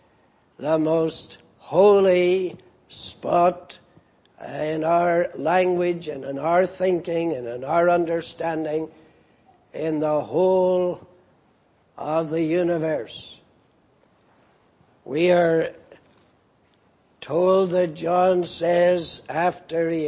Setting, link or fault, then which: setting, large echoing room